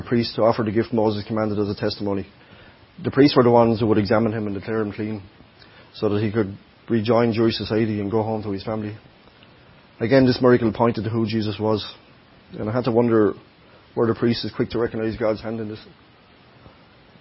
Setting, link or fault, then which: setting, large echoing room